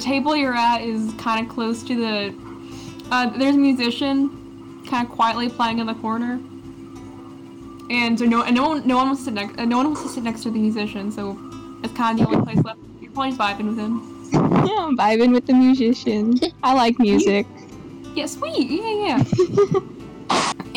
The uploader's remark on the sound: apologies for the audio mishaps.